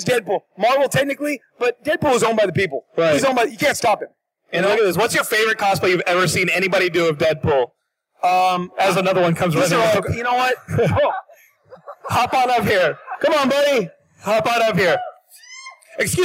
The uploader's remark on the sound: Stan Lee's Comikaze Expo 2014. He tells the crowd.